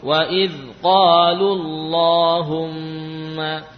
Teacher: ada lafaz Allahumma yang sebelumnya ada dhammah, maka dibaca tebal